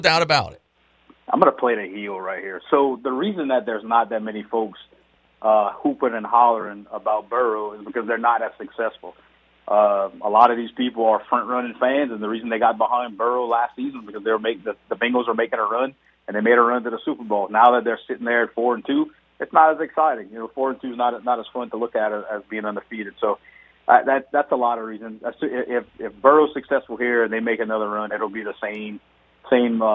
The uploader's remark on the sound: we go to the phone lines